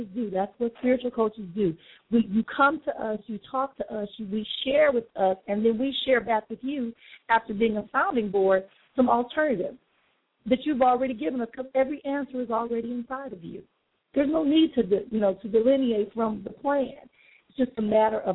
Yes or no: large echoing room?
no